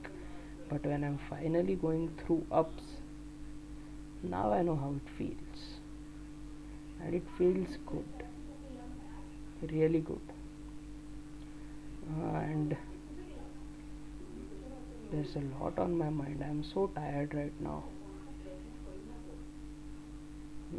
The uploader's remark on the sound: Sorry for the miserable extra background audios.